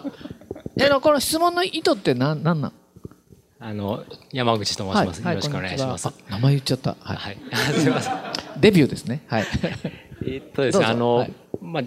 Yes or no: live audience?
yes